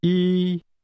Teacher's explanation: One is pronounced with a high-level tone.